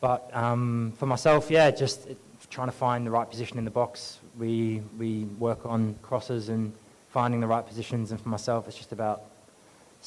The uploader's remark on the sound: Post Match Press Conference. Spoke to media following the Subway Socceroos 2-0 opening Asian Cup win over India.